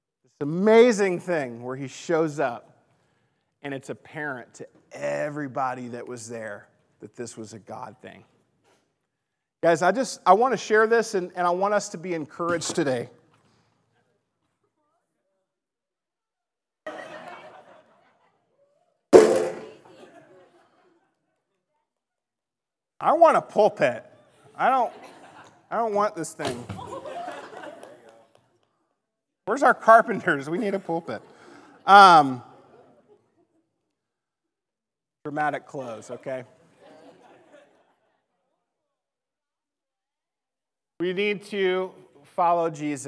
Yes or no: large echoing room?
yes